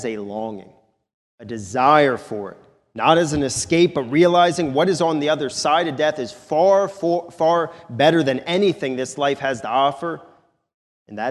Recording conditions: large echoing room